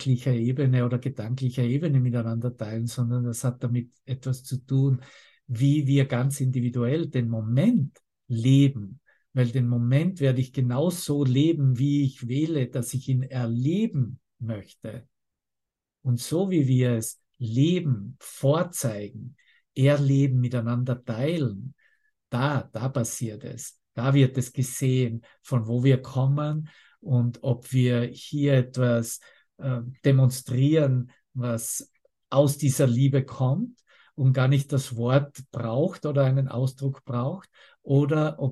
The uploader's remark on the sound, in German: Zoom-Session. Veranstaltet von der Aleph Akademie.